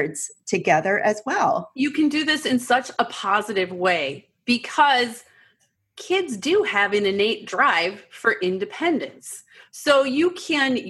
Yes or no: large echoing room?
no